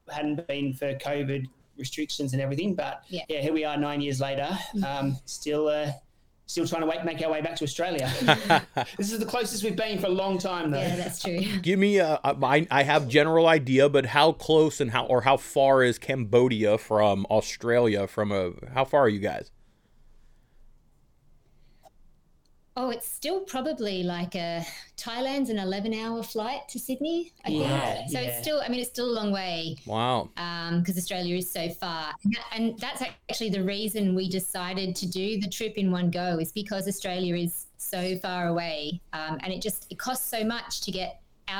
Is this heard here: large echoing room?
no